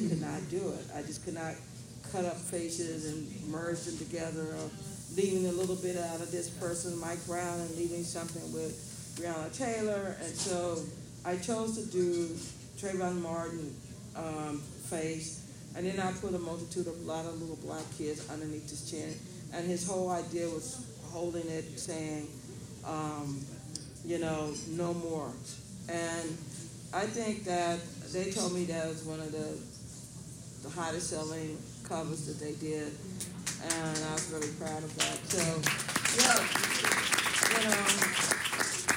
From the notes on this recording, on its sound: LIVE at #SXSWEDU2022